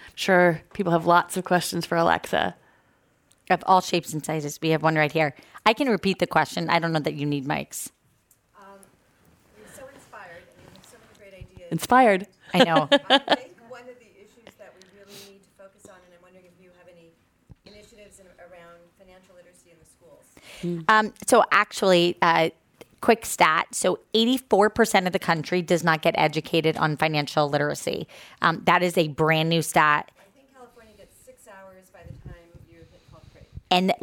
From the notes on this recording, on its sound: This program was recorded in front of a live audience at The Commonwealth Club of California in San Francisco on May 22nd, 2019.